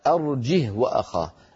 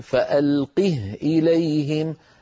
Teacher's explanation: فالهاء ساكنة وصلا ووقفا · Term: لا صلة